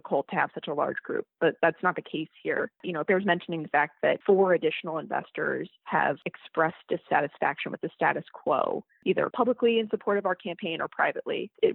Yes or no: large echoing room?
no